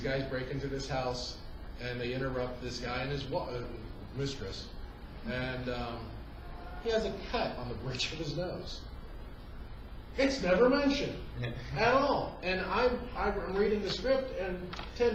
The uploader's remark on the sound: The How to make a Horror Movie panel from Connooga 2018!